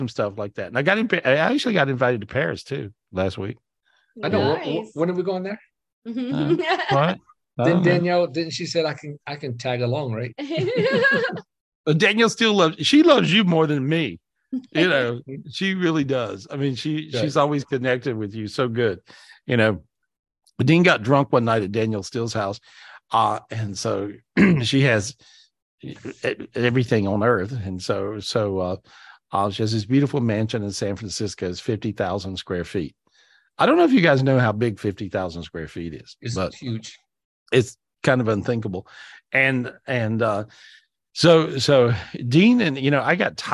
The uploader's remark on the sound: This was recorded LIVE on Zoom